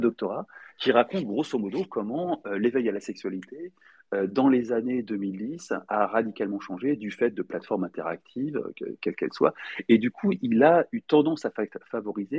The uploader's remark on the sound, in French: réalisé le 28 juillet 2023 lors d'un Twitter X-Space